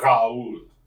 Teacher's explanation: French, you guttural it. You hock a loogie, but you get like an R is Raoul.